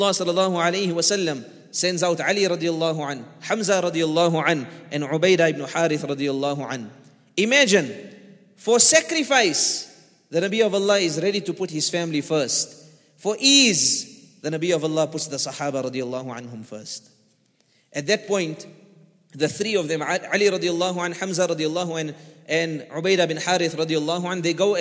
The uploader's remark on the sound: at the Houghton Masjid (West Street)